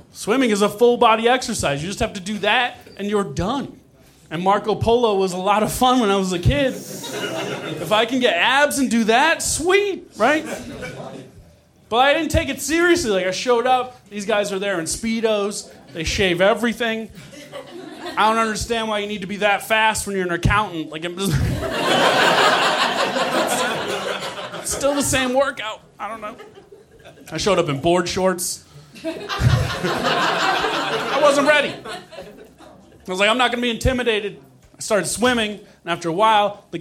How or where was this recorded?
live audience